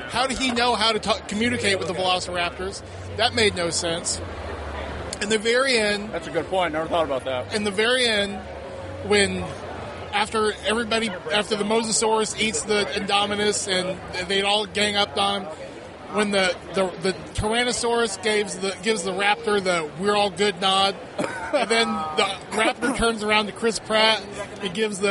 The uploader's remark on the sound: Indy PopCon 2015 - Wrap-up and Booth Recordings with Con Attendees.